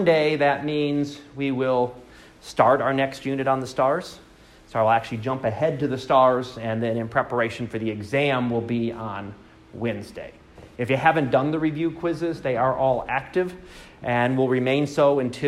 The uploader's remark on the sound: Live Class Lecture